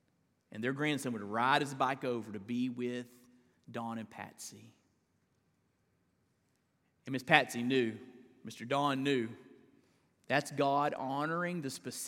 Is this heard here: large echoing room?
yes